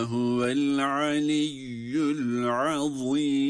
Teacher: Azim kelimesindeki za da aynı şekilde kalın ve peltek